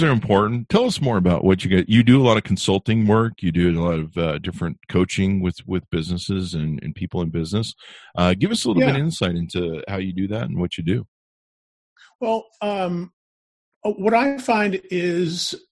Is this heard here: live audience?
no